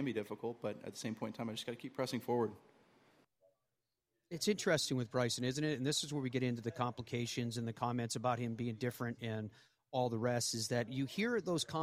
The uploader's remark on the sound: broadcasts live from the 149th Open Championship